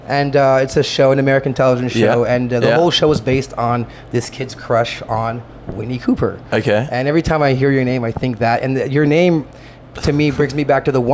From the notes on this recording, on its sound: Those are the interview we did at FME during the festival.